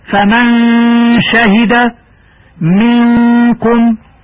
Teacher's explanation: لفظنا النون الساكن في فمن شهد وفي منكم بين الإضغام والإخفاء مع المحافظة على الغنة بمقدار حركتين، ويسمى هذا الحكم إخفاء.